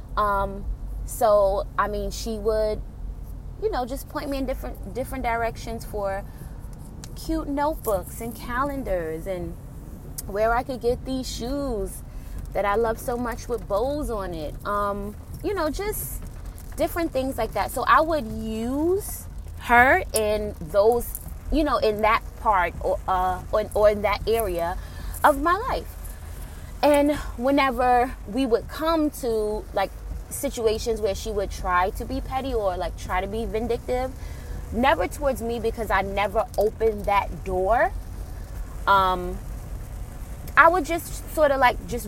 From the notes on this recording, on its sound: Enjoy the sound of the rain pounding on windshield of my vehicle.